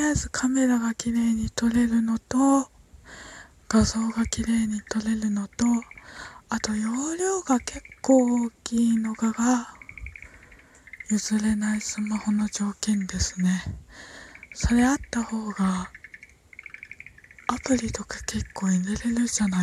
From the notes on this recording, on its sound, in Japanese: 外の音聞こえるけど窓開けて家の中でトーク